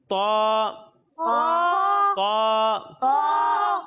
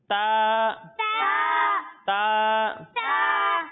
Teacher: جب ہم تو کی ادائیگی کریں گے تو اسے موٹا کر کے پڑھیں گے، کیونکہ تو حروف مستعلیہ میں سے ہے، یعنی ان حروف میں سے ہے جن کو ہر حالت میں ہمیشہ پر یعنی موٹا پڑھنا ضروری ہے۔ اور جب ہم تا کی ادائیگی کریں گے تو اسے باریک پڑھیں گے · Shown in: second take